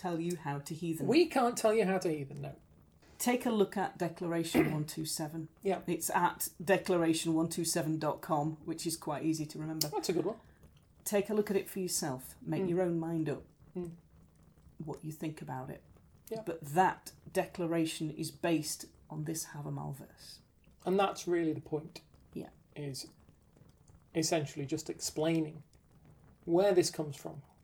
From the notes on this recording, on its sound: Background fire ambience